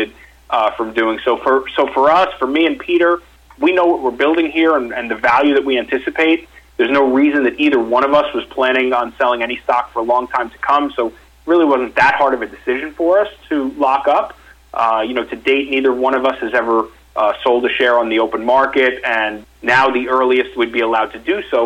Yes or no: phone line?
yes